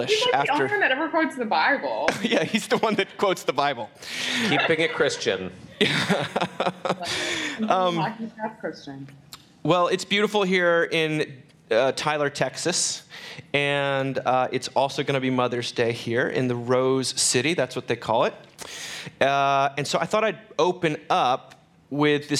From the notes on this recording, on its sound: Recorded live in front of an audience at the Mockingbird Tyler festival.